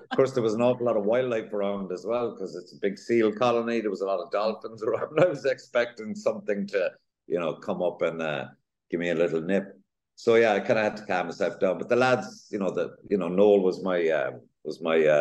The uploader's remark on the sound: on a zoom call from his Dublin home